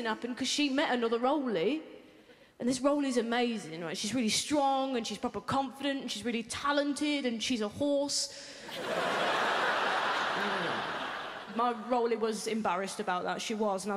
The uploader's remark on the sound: 2019 Melbourne Comedy Festival Opening Night Comedy Allstars Supershow. At The Palais Theatre.